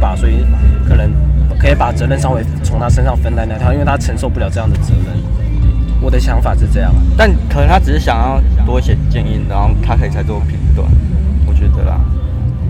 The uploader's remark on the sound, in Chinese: 野外錄出。在意音質者請注意！！！！錄音來自2020年漂遊者音樂祭現場收音。